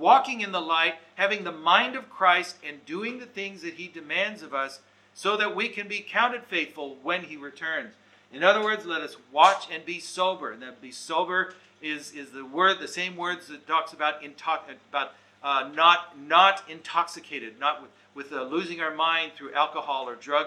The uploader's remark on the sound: Recorded Live/Seminar